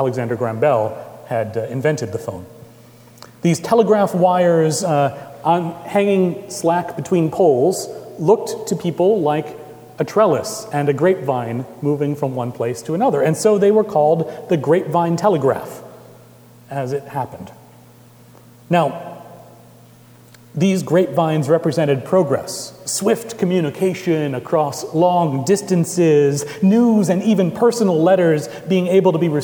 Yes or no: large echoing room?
yes